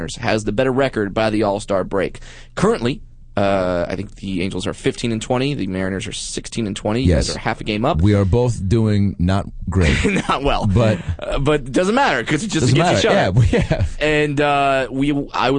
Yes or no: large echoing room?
no